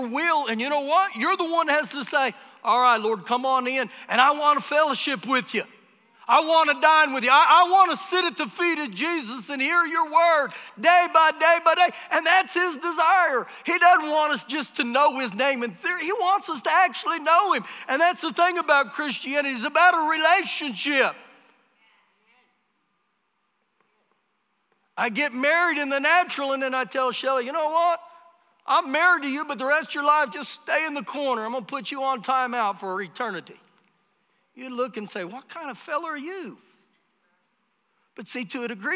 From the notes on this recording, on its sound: Recorded live during our Sunday morning service